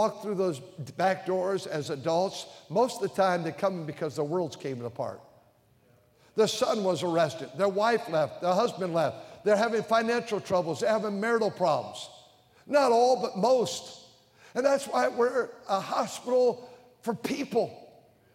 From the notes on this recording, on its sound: during the Sunday Evening service on March 12, 2023, at North Valley Baptist Church in Santa Clara, California